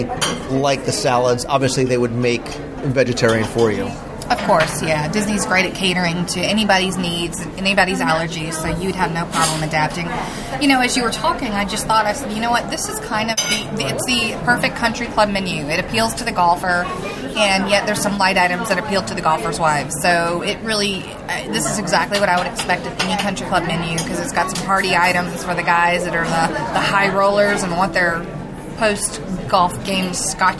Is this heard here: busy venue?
yes